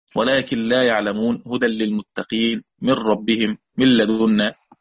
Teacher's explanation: كلهم جميع القراء التنوين والنون، يقصد نون الساكنة طبعا، والتنوين معروف اللي هي أصلا نون ساكنة من حق آخر الأسماء. كل القراء أدغموا هذا النون وهذا التنوين بلا غنة في اللام والراء، إدغام بغير غنة في اللام والراء